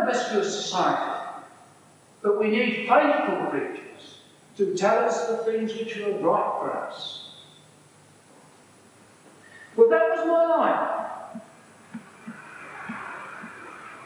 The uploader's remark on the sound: A sermon preach at Bierton Strict and Particular Baptists in June 1984